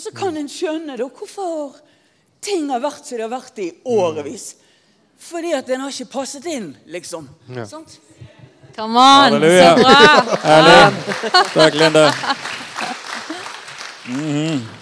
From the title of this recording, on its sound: LIVE fra konferansen "Tjenestegavene" i Jesusfellesskapet